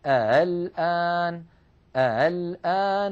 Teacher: السطر الثاني يبين لنا حالة التسهيل، دخلت همزة الاستفهام على قوله تعالى الآن فصار النطق بعد دخول همزة الاستفهام، تغيرت همزة الوصل فصارت مسهلة، وعلامتها كما ترون على الشاشة فوق الألف نضع دائرة مصمتة سوداء تدل على أن الهمزة مسهلة، ويكون النطق هكذا الآن الآن. · Term: الهمزة المسهلة